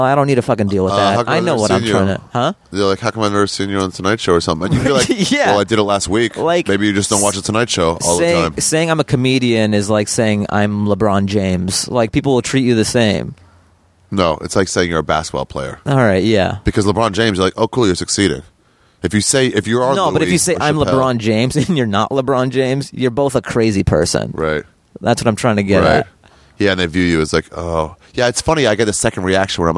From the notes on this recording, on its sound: We sat outside.